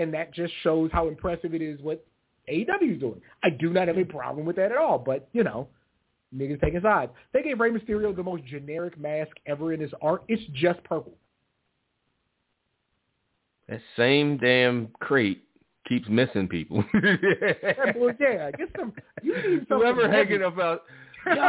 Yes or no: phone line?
yes